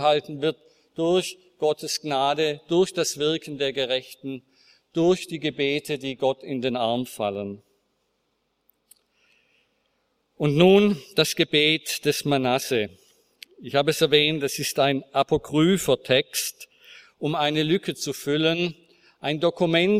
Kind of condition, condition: setting, large echoing room